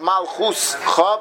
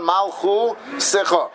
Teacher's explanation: the U is long enough to stand on its own, so to speak, and the Shva then is connected to the next letter · Shown in: second take · and it's read Malchu Secha. · Term: Tnua Gedoyla